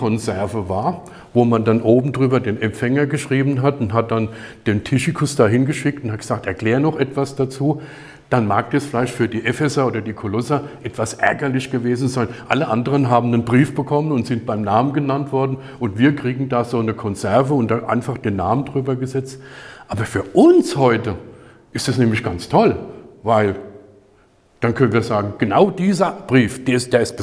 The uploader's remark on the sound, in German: Die Predigt wurde bei der Aufnahme der StartUp-Kirche Worms in die örtliche Arbeitsgemeinschaft Christlicher Kirchen gehalten.